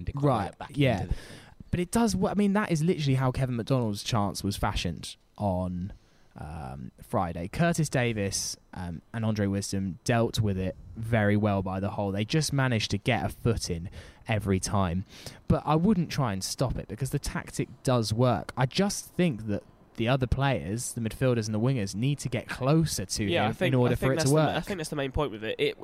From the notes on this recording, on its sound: Went to Craven Cottage to record a Play-Off special. Took to the Johnny Haynes stand.